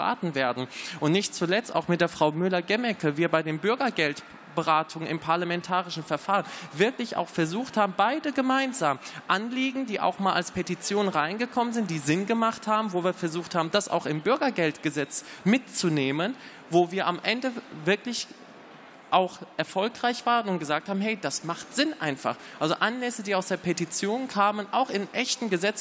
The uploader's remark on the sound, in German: Podiumsdiskussion des Petitionsausschusses